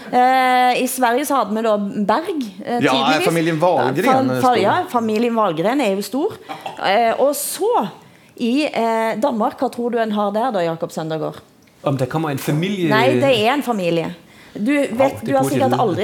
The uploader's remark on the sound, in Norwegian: Økonomifestival. Sted: Holmen bar, KÅKÅnomics 2019.